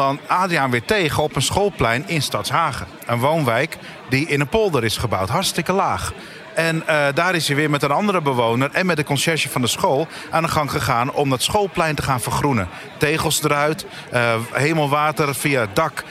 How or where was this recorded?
busy venue